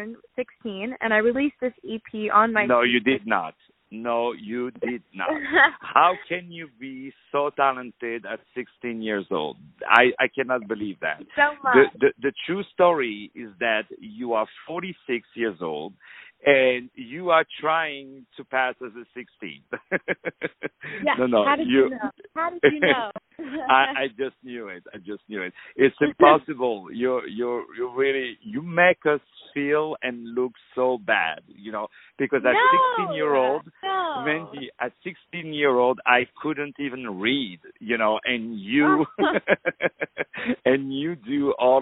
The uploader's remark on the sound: On the phone